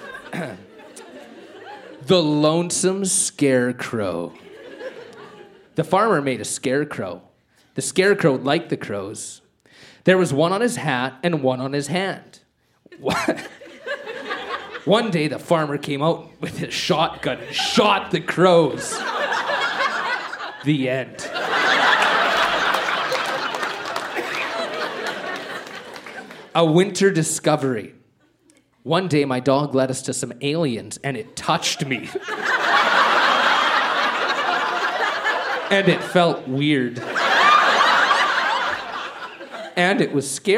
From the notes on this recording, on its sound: Recorded live at the Artesian in Regina, SK.